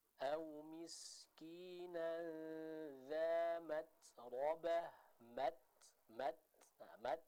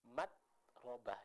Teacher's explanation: suaranya putus dulu, baru setelah itu ada udara untuk menyempurnakan sifat hamas dari huruf ta tersebut · Shown in: first take